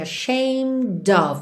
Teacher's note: você já liga o D no of